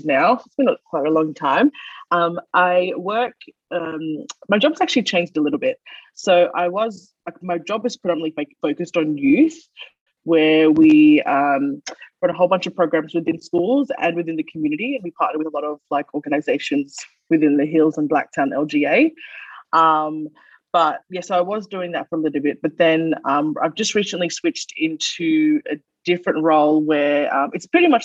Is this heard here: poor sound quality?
yes